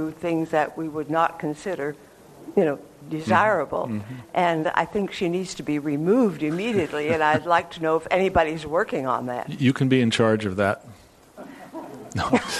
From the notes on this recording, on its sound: This program was recorded in front of a live audience at the Commonwealth Club of California on August 27, 2009.